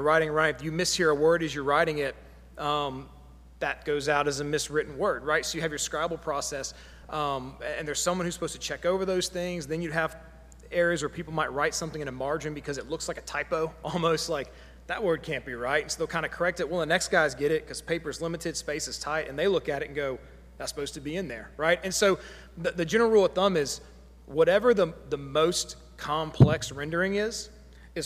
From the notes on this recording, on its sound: Sunday Worship Service - Live stream.